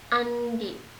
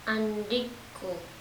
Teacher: the glottal stop of the root word should become an unreleased velar stop when the suffix ku is appended.